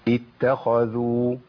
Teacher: عندنا خاء مفخمه قبلها تاء مرققه وبعدها زاء المرققه